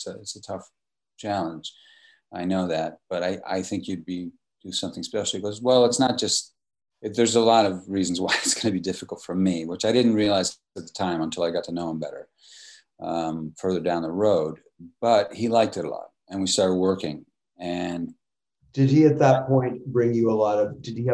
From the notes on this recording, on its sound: in a spoiler-filled virtual Q&A